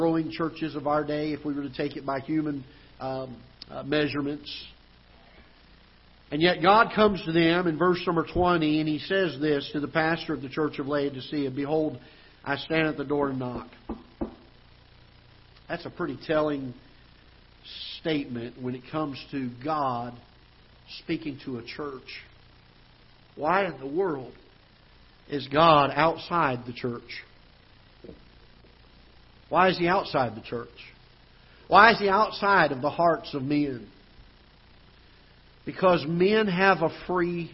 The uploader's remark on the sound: Ketha Heights Baptist Church ~ Live Broadcast